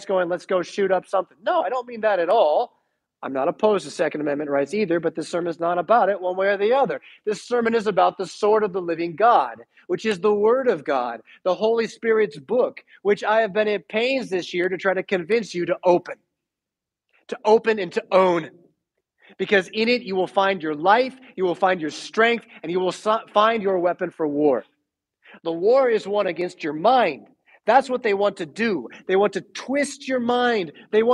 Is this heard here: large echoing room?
yes